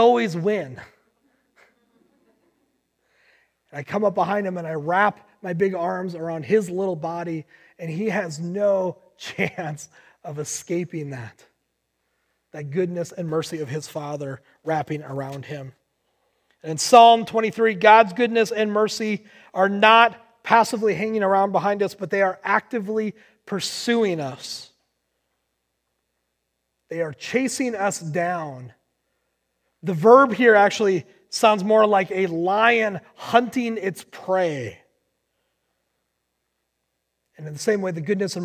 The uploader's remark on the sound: Recorded on July 19, 2020 at Word of Life Church in Le Sueur, MN.